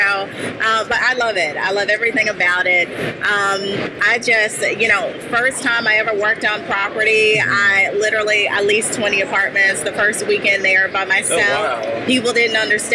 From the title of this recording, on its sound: LIVE AT NAA